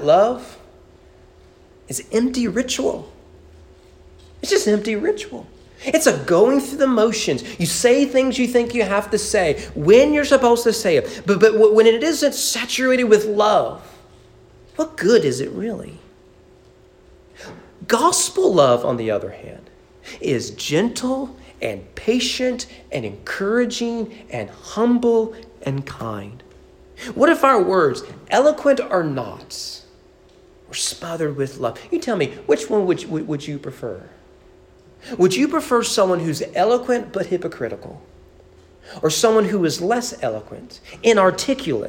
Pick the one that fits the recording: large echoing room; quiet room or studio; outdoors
large echoing room